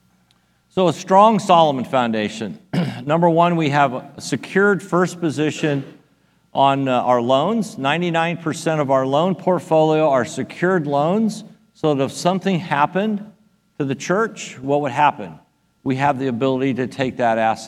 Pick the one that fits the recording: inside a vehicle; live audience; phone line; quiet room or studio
live audience